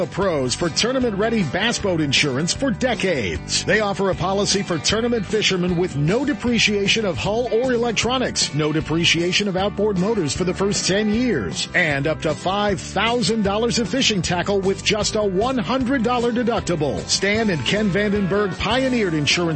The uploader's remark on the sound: Live at the WWBT ProAm at Lake Shasta